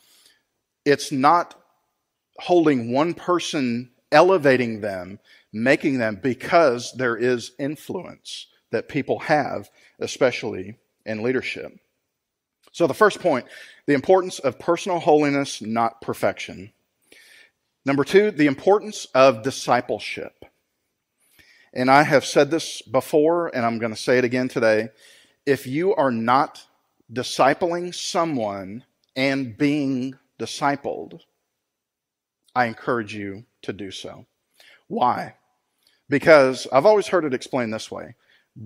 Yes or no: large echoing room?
yes